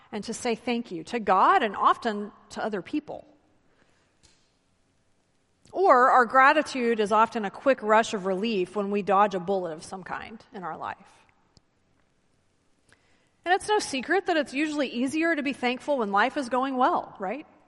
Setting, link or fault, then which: setting, large echoing room